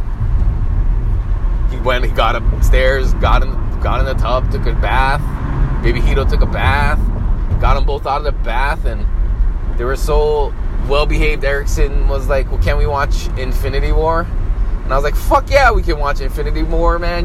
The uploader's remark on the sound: Back to the grind means back in the mobile podcast studio. Here's another SOLOcast, recorded on my way to work.